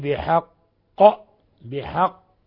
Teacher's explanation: هذه القلقلة يعني قلقلة كبرى لأنها القاف مشددة، بحق لابد من إظهار تفخيم، ولابد من إظهار يعني صفة القلقلة، ولابد من ملء الفم بها.